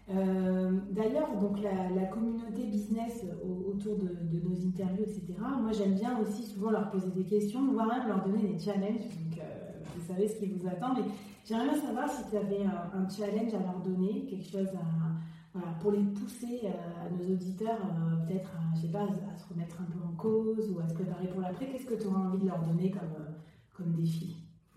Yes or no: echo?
yes